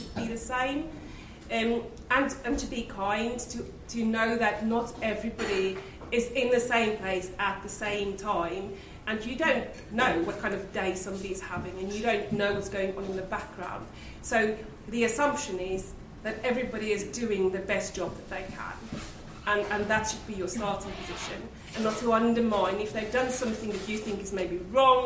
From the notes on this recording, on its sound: Were joined by a diverse leadership panel and a live audience.